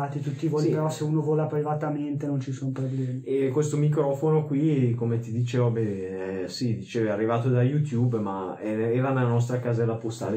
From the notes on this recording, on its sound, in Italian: Migliorare l'audio con niente meno che un bel microfono nuovo!! Ma purtroppo non ha avuto il risultato sperato... Pubblicarlo ugualmente usando l'audio di "riserva".